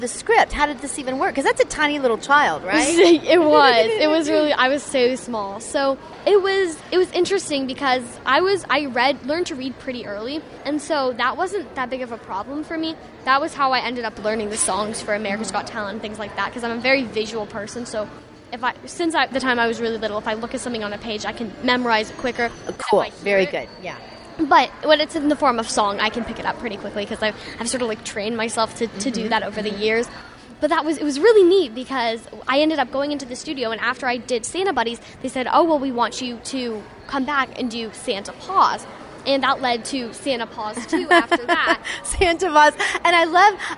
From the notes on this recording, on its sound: we go live to the Red Carpet Film Premiere